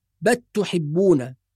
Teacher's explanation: بعض القراء يدغم اللام في التاء فيقول بل تحبون